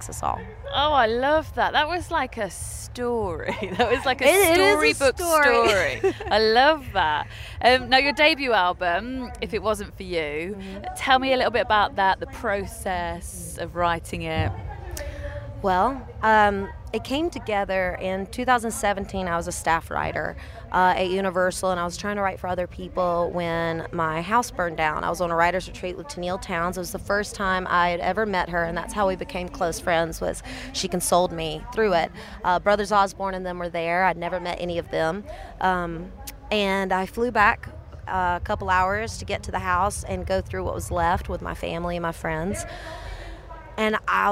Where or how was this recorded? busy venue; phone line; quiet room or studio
busy venue